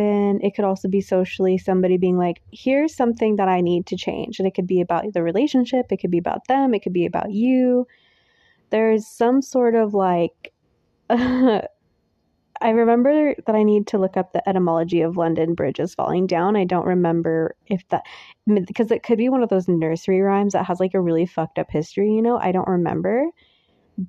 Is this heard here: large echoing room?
no